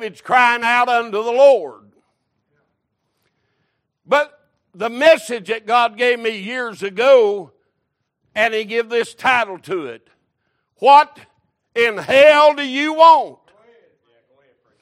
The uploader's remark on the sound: Recorded March 19, 2023 - Sunday Morning Service